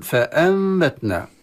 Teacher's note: النون الساكنة بعدها باء تقلب إلى ميم، ثم تخفى هذا الميم بالغنة، يعني حكمين على بعض، النون تقلب ميما والميم تخفى عند الباء، ولهذا وضعت ميم صغيرة على النون، على النون، لأن النون تتحول إلى ميم ولا بد من الغنة لإخفائها، وهذه حكم من أحكام النون الساكنة والتنوين. · Term: الإقلاب